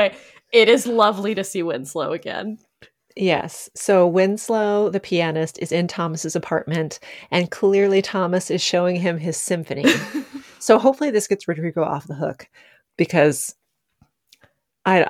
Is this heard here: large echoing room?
no